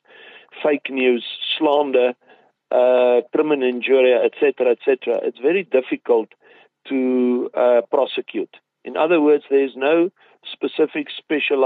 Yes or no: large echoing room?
no